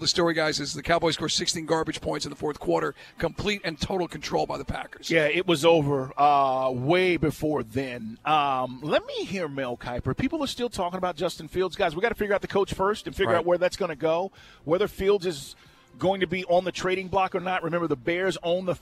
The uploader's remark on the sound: LIVE at the Benz